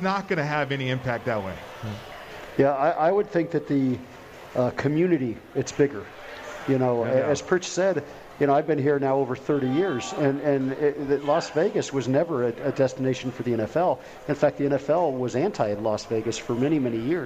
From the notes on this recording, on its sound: Live From The Cosmopolitan of Las Vegas.